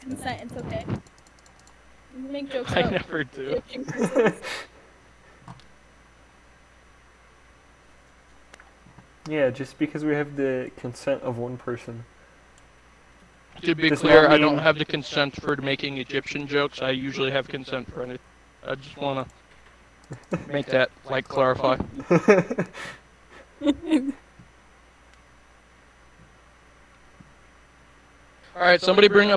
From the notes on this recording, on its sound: Audio is a bit glitchy again, but we are trying our best during quarantine.